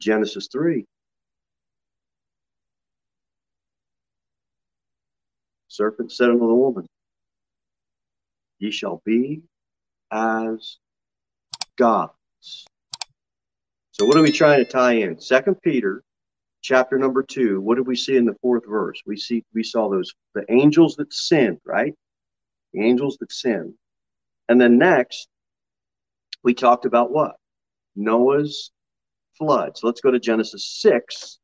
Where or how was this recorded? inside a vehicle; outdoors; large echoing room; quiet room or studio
large echoing room